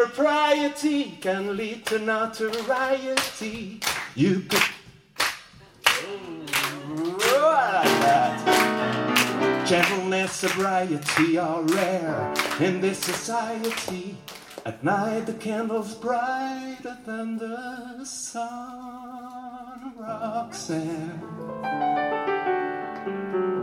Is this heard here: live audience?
yes